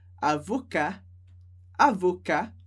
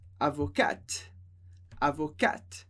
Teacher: No caso de advogado e advogada, tem uma diferença importante. O masculino, sem o E, a gente não pronuncia o T · Shown in: first take · então a gente fala avocar, avocar, e feminino, com o E a gente pronuncia o T que vem antes, mas não pronuncia o E.